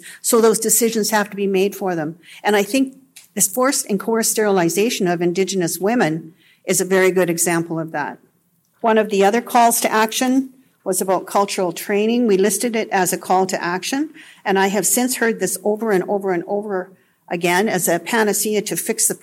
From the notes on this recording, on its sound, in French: Il a été enregistré lors de la réunion nationale du Centre de collaboration nationale de la santé autochtone (CCNSA) sur le choix et le consentement culturellement éclairés dans les services de santé autochtones, qui s’est tenue à Ottawa.